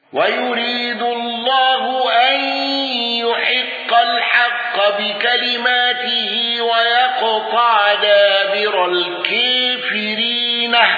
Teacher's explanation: أبو عمرو بإمالة الكافرين واندرج معه دور الكساء والرويس